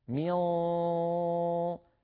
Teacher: يخرج صوتان، الصوت الأول غن من الخيشوم وهي من بقية النون المخفاة، بقي من النون المخفاة غنتها، أما الجزء الفموي الجزء اللساني للنون فقد تحول إلى تهيئة على مخرج الصاد ميو، فالطريق أمام الهواء الخارج من الفم مفتوح لكنه إجباري أن يتصعد إلى قبة الحنك.